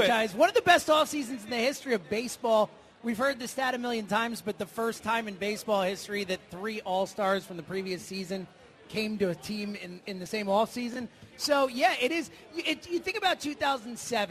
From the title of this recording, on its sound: Live from Chickie's